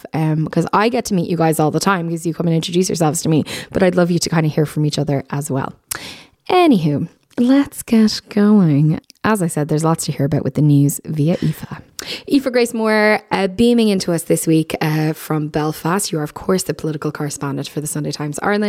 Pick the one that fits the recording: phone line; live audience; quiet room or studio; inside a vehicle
quiet room or studio